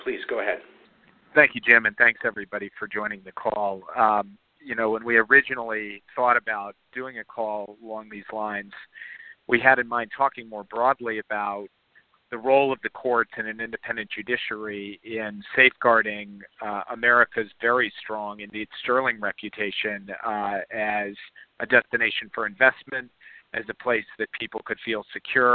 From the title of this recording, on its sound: Conference Call